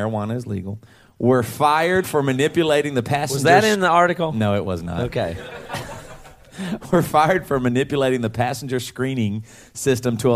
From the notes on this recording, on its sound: We’re live in Jacksonville